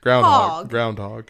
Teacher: You're not pronouncing the D, and you're really emphasizing the hall. You know, and you're emphasizing the vowels really.